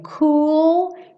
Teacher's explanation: Lembra sempre que tem dois O's seguidos. O som sempre vai ser esse U comprido